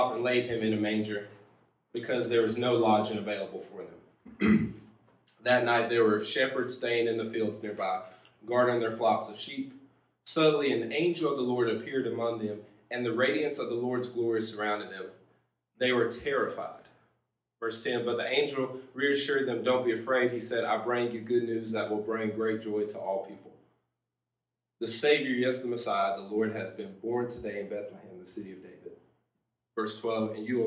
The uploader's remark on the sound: This is a recording (RAW and UNEDITED) of one of our youth services!